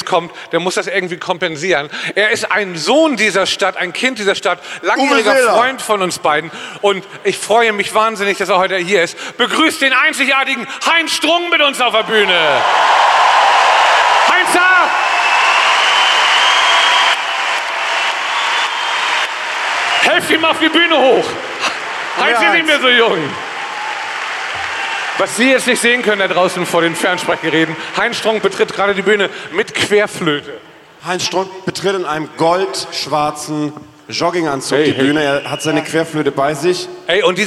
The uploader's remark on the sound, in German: Live aus Hamburg. Live aus der Sporthalle Hamburg.